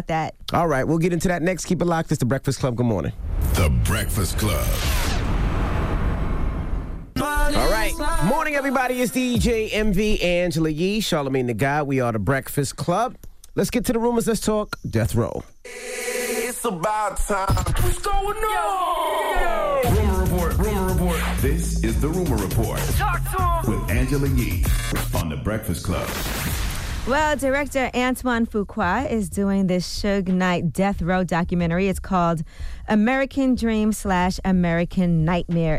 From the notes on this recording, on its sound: We opened up the phone lines to see if our listeners thought he should have or to keep the same energy.